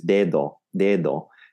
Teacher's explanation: There's a Spanish D, which is very similar to the TH at the end of breathe in English.